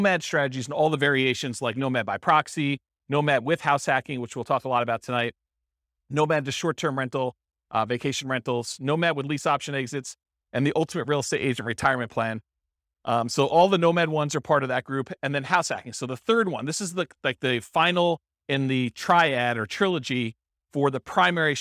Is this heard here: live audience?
yes